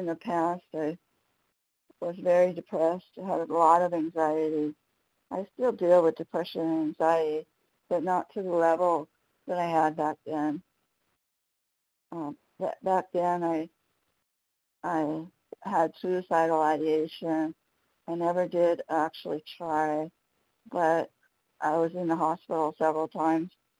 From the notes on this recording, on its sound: 100 Pounders Phone Meeting